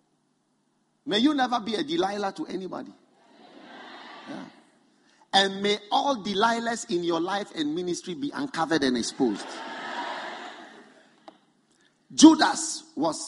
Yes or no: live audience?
yes